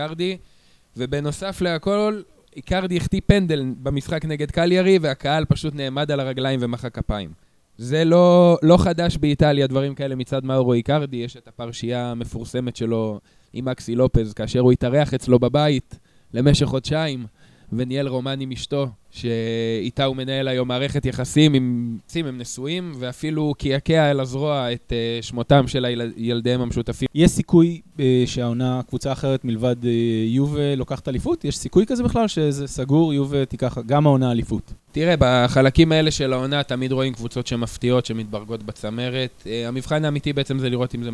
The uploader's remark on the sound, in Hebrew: פרק מיוחד שהוקלט תוך כדי מפגש בלוגרים של האתר וכלל כ 6 משתתפים